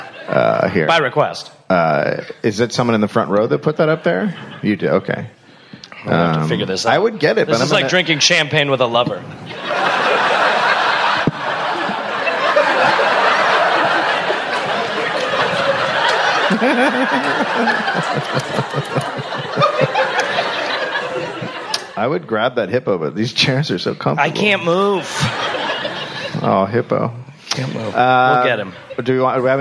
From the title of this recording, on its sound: Live in SF